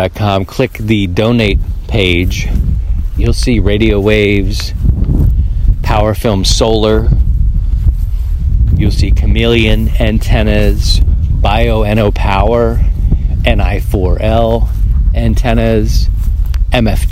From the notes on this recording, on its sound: Walk and Talk • Mobile DX. We head back to the field for the old walk and talk.